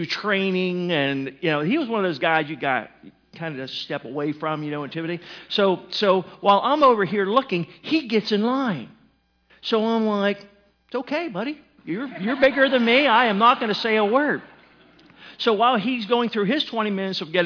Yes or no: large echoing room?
yes